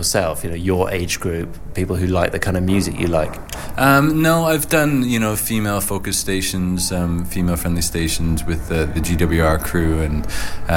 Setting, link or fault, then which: setting, busy venue